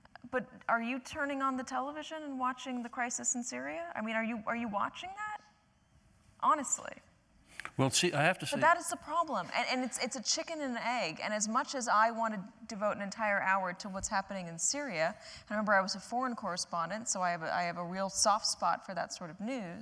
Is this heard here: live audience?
yes